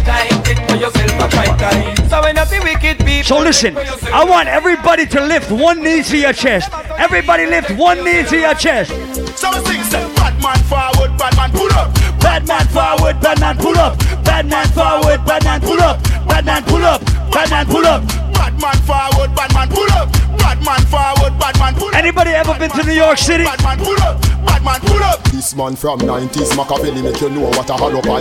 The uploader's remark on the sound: Live audio recording of my full set at the Reggae Revolution 23rd Anniversary at the Casba in Indianapolis, IN on Sunday, June 6.